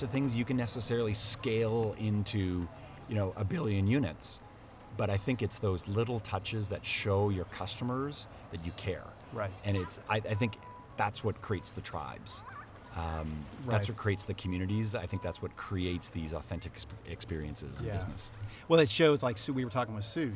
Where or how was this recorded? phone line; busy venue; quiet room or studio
busy venue